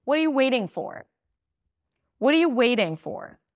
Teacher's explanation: Waiting is the verb. That's the word that is going to be higher in pitch.